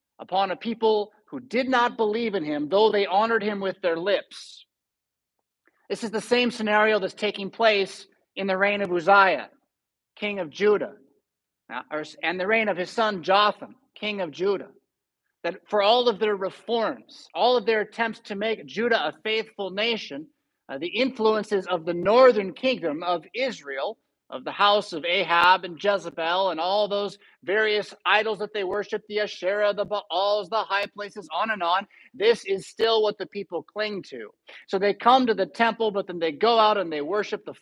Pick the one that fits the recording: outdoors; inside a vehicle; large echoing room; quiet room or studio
large echoing room